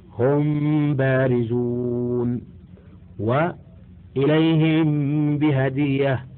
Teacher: فإذا وقعت الميم الساكنة ووقع بعدها الباء أخفيت الميم، ويسمى إخفاء شفوية لخروج حرفه من الشفة